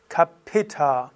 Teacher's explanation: Das ist Doppel-T und H. Das heißt, das T ist etwas länger und das H ist als Aspiration hörbar.